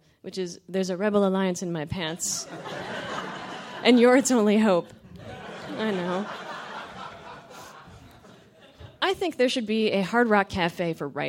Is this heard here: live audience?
yes